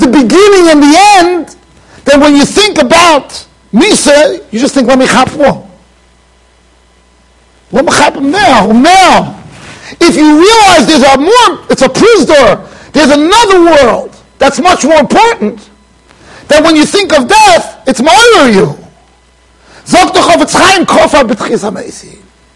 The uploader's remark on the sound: Shiur recorded in Yeshivas Ohr Reuven, Monsey NY.